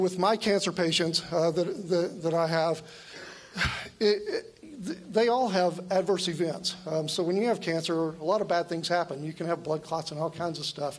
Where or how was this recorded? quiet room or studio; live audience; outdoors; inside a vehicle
live audience